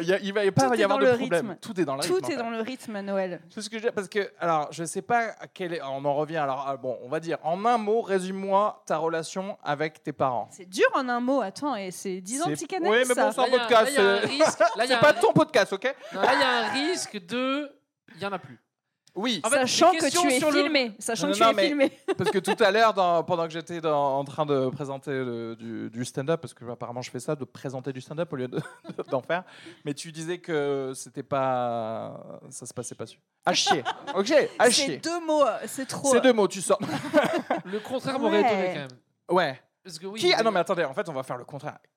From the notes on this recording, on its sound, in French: LIVE au Charlie et sa Bière à 2 balles. EN PUBLIC au Charlie et sa Bière à 2 balles (Paris) avec une soirée spéciale qui mêle STAND-UP et PODCAST enregistré en public !